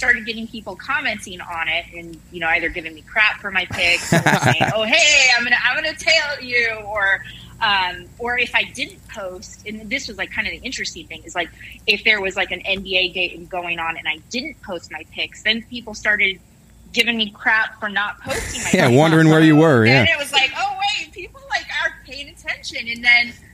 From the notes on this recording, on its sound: On the phone from the great state of Texas